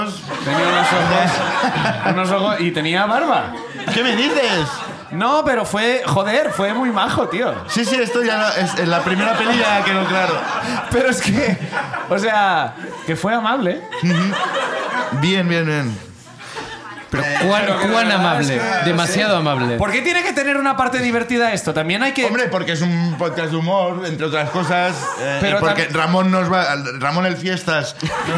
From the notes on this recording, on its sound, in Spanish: El público nos cuenta